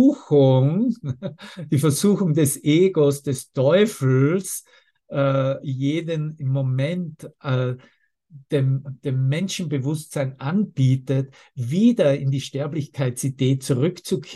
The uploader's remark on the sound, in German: Zoom-Session. Veranstaltet von der Aleph Akademie.